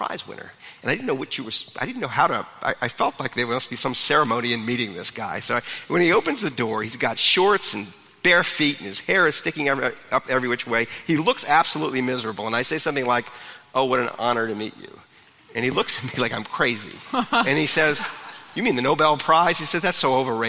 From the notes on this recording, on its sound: In this week's episode we're featuring a live event from before the pandemic